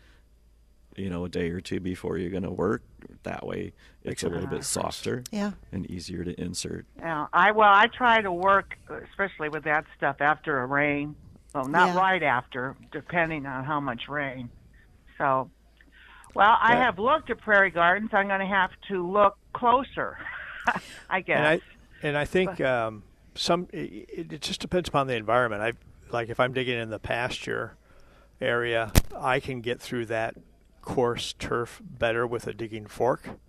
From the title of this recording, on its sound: Plant Experts Live at Prairie Gardens